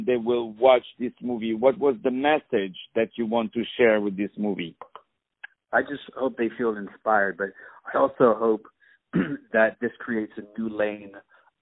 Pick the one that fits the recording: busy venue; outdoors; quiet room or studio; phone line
phone line